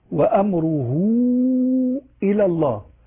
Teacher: وقعت هاء الكناية بين متحركين، الأول متحرك والثاني همزة، فإنها تسمى صلة كبرى وتعامل معاملة المد المنفصل، مثل وأمره إلى الله، أما أقف عليها وأمره هوصل وأمره